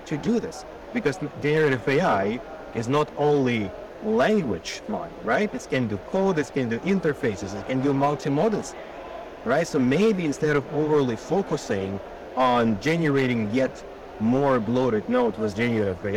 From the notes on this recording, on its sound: Interview in Action live from CHIME